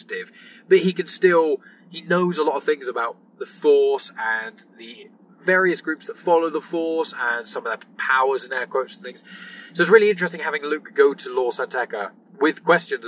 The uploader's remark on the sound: Recorded this in his car, so the audio quality isn't as good as it usually is.